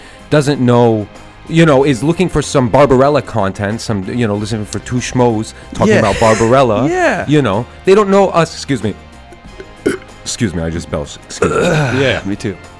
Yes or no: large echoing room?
no